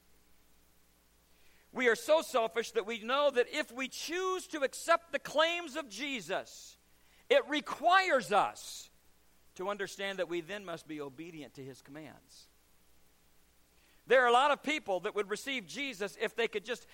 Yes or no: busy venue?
no